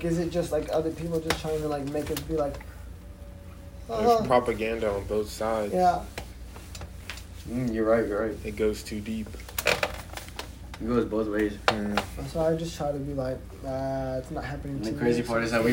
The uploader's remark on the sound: WARNING: a lot of background noises.